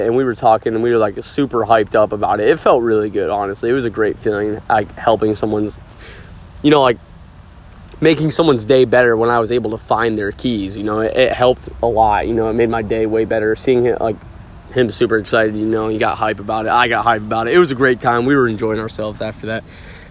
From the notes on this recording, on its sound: Sorry about any of the wind! It’s a windy day day today.